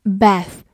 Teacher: bath 美式发音字母 A 发大口 A